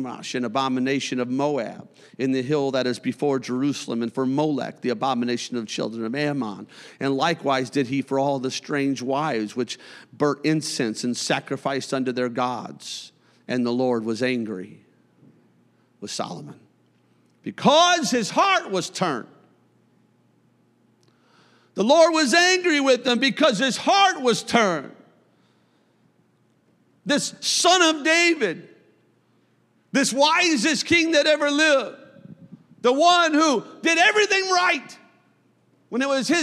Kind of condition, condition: setting, large echoing room